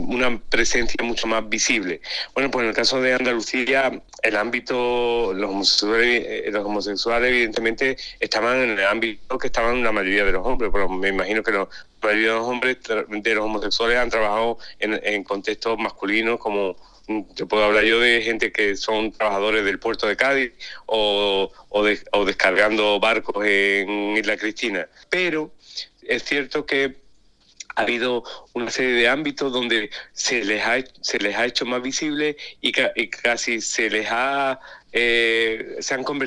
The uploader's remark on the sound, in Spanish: Entre París y Sevilla, charla telefónica.